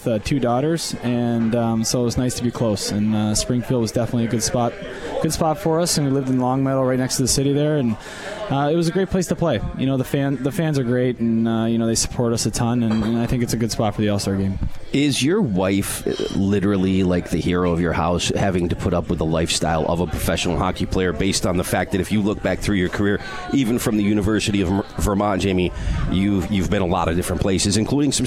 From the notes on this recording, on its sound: Live from Swifty's